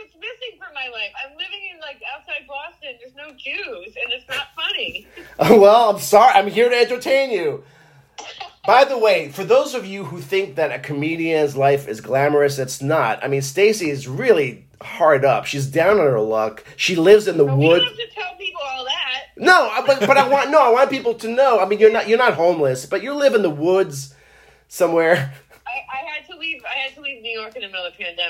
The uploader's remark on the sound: A phone conversation.